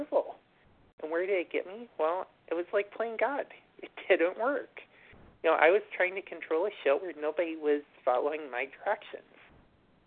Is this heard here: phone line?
yes